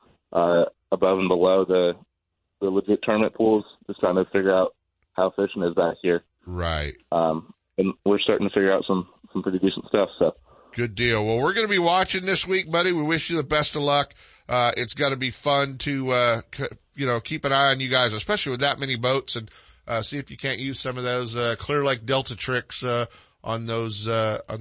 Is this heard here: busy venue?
no